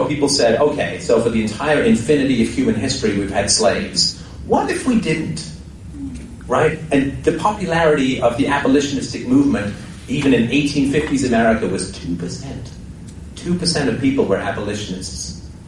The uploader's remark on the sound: Speech recorded on April 12th at the Toronto Bitcoin Expo 2014.